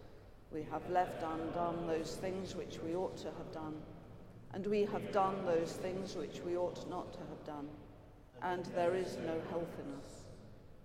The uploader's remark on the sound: Has been collated from archive live music recordings together with prayers, sermon and readings for the appointed day specially recorded in church and in people's homes.